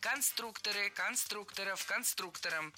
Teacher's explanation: В слове «конструктор», опять же, ударение не меняется. Всегда сохраняется на «у» во втором слоге.